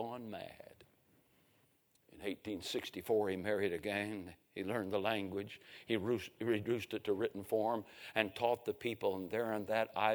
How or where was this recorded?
large echoing room